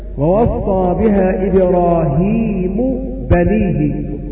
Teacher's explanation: فلم تخفى الميم في الباء لوقوعها بعد ساكن وهو حرف المد